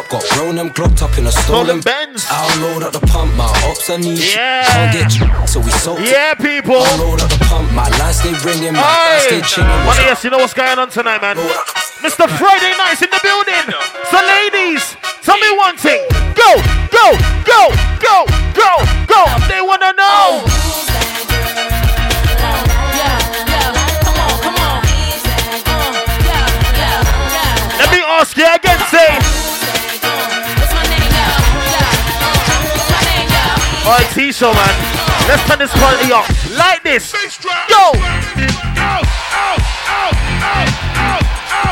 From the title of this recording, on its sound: LIVE HIPHOP SET AT 21DEGREES EVENT